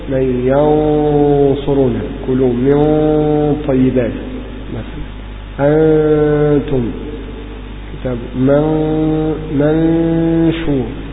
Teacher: كل هذه ذهبت النون بقيت غنة تنطقها أولا، فهنا ذهب الحرف الكلي وبقيت صفة. · Term: إخفاء النون الساكنة